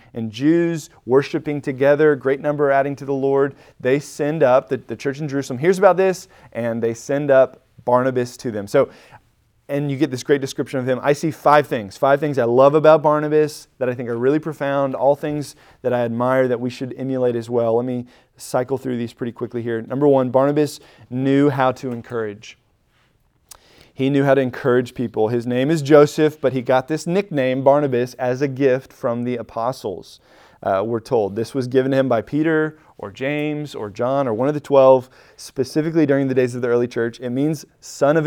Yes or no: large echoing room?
yes